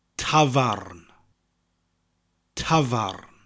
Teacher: pub in Welsh is like the old English word tavern, but we pronounce that R